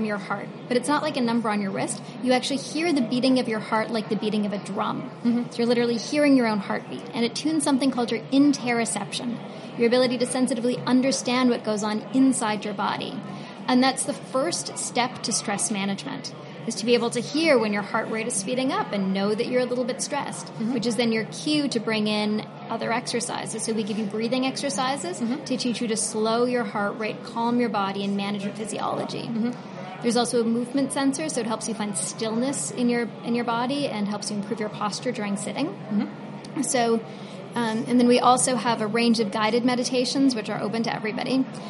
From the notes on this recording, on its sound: This week, we’re sharing another conversation from our series of interviews at the Web Summit conference earlier this year.